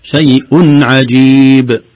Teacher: بدون غنة، شيء عجيب، هكذا يسموه إظهار